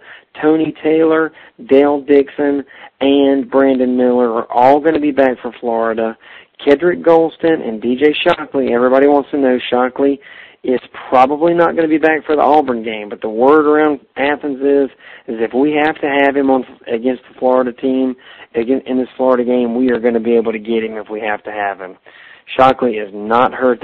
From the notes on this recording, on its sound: We had to phone these shows in from an audio-blogger platform! We could only record five minutes at a time, so we split it up into two parts.